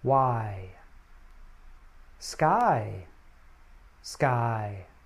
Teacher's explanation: The I vowel sound is a vowel sound followed by a semi-vowel, in this case a y sound. · IPA: /aɪ/